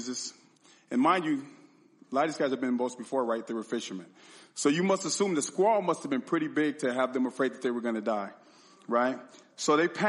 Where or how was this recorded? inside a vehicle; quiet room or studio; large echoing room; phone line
large echoing room